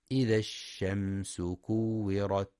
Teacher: ينتبه القارئ في كلمة الشمس لرخاوة الشين وهمسها